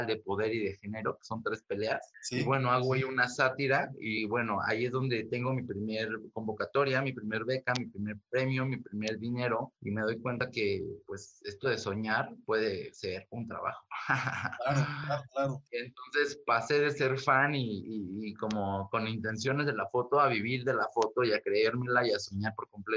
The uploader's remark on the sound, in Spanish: entrevisto vía zoom